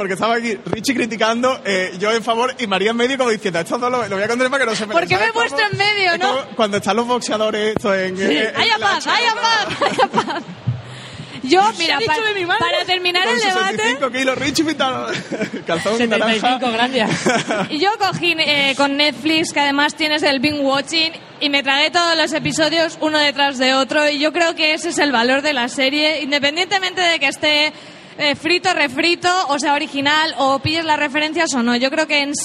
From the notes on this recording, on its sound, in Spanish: En directo desde VGCómic